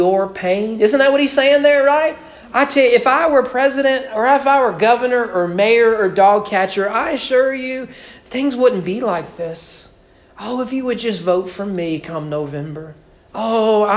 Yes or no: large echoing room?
yes